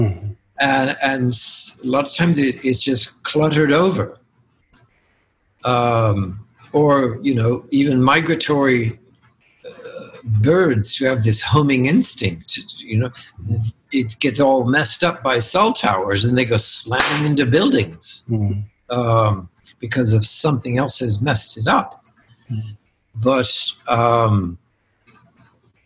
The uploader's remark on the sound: Two questions from Invitation Podcast listeners who joined in to our zoom conversation.